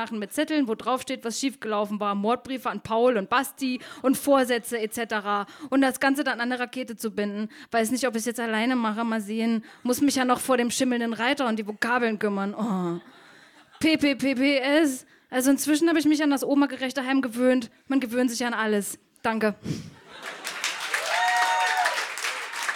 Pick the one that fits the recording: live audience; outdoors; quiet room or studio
live audience